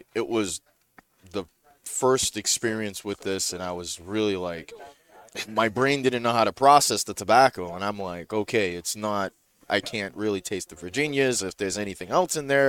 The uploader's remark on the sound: Recorded live from the 7-20-4 Lounge!